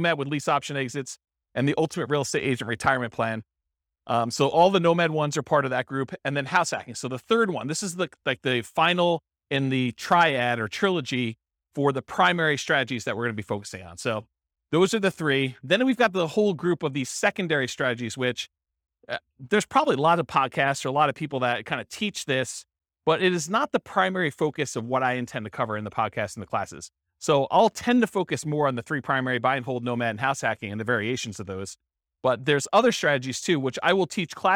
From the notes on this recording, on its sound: This was a live class recorded